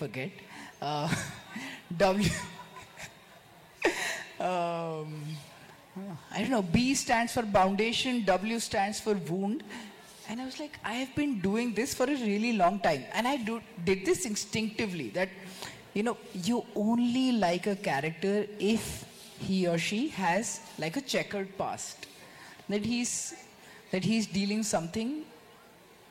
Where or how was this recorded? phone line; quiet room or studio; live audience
live audience